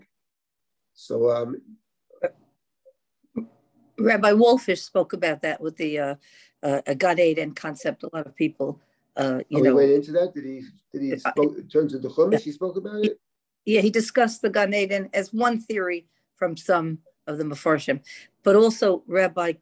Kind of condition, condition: link, video call